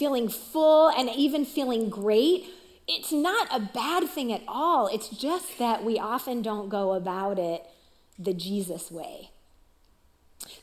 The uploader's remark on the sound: Recorded live at CrossWinds Church on May 7, 2023.